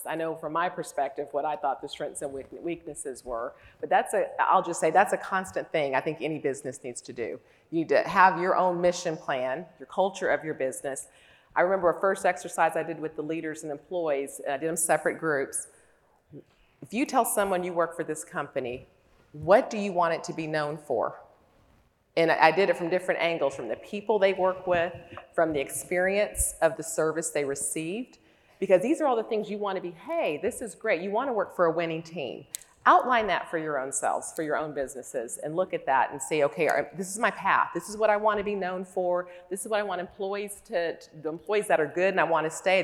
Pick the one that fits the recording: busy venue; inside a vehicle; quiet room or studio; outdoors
busy venue